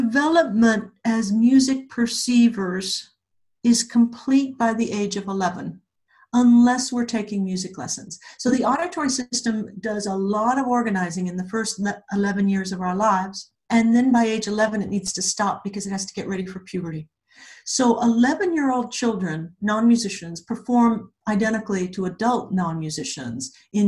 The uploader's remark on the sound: She also answers audience questions! This episode was recorded remotely using Zoom.